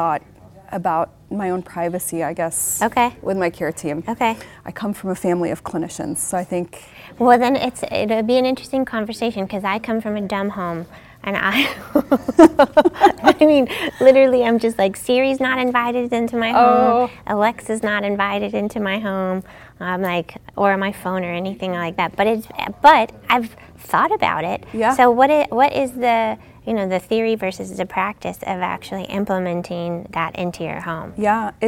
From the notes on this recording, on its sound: recorded at HIMSS22